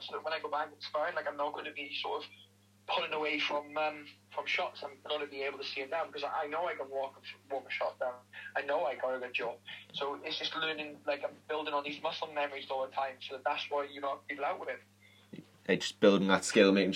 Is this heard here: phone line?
yes